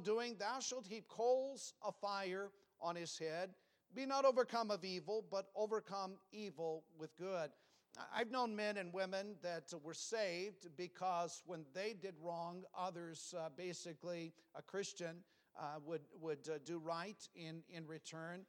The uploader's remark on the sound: Sunday PM. Preached from the pulpit of Valley Bible Baptist Church.